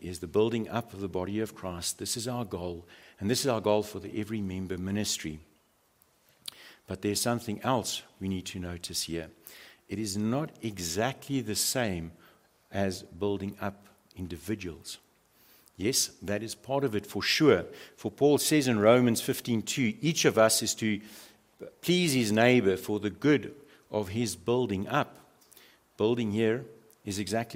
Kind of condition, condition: setting, large echoing room